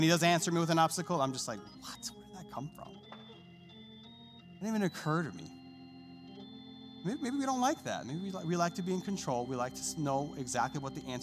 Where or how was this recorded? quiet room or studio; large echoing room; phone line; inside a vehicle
large echoing room